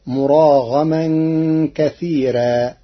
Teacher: قرأ ورش كلمة كثيرا بترقيق الراء فتصير مراغما كثيرا لوجود الياء الساكنة قبلها